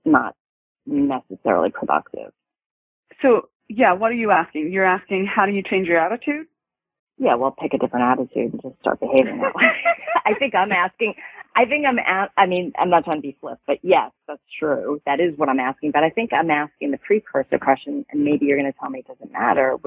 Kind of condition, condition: link, phone line